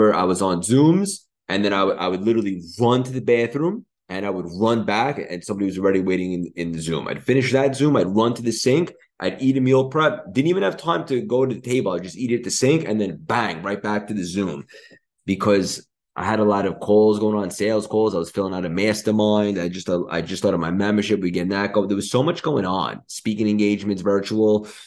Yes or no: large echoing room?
no